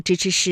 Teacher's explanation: 这个舌尖呢是要接触或者是接近硬腭的前端的 · Term: 翘舌音